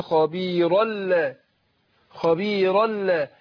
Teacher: يبقى التنوين اللي هو بتاع خبيرا نون التنوين دي ادغمت فين؟ في اللام ادغام بغير غنة. ولذلك احط لك على ايه الحرف الثاني شدة، علامة على ان الحرف ايه اللي قبله مدغم فيه.